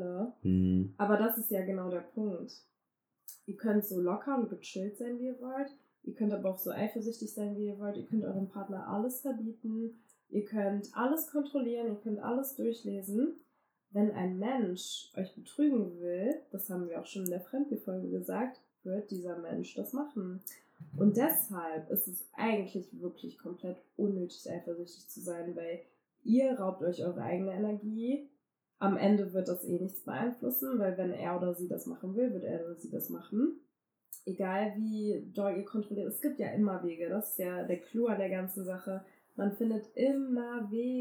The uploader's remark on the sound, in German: Erstmal vorab: wir hatten leider wieder Probleme mit dem Mikrofon in dieser Folge. Gegen Ende der Folge ist die Tonqualität leider nicht wie gewohnt.